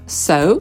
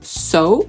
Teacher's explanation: usłyszymy amerykańską, czyli so, bardziej przez tak jakby polskie o · Shown in: second take